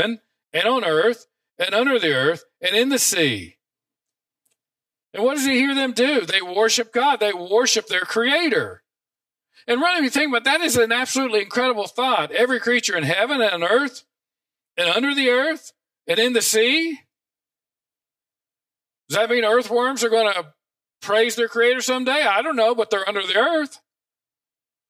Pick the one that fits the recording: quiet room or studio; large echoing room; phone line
large echoing room